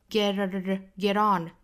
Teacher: 这个 t 的发音也是要浊化成 d · 都是半浊音，都是 flat t 一弹而过